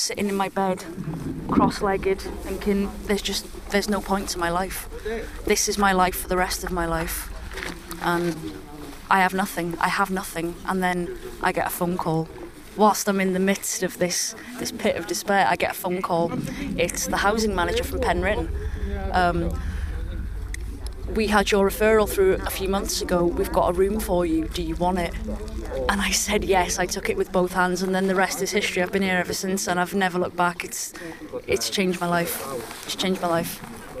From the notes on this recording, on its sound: Conversations while walking. From North Wales Recovery Communities.